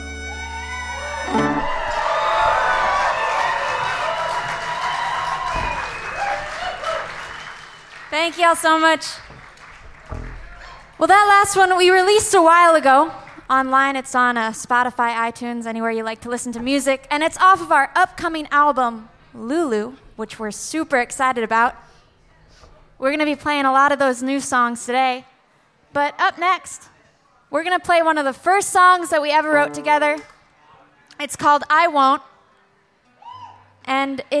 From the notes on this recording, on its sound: Tonight on The Live Feed we head back to this year’s Boat's and Bluegrass festival. LIVE from boat's and bluegrass 2021.